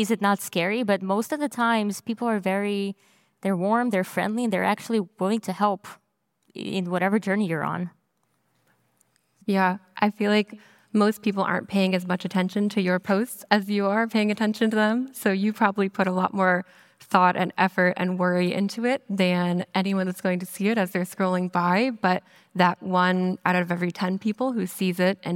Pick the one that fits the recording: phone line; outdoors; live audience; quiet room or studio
live audience